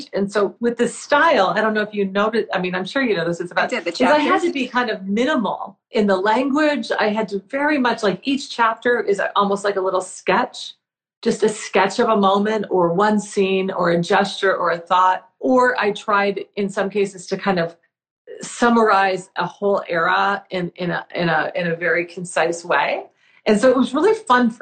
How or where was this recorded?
video call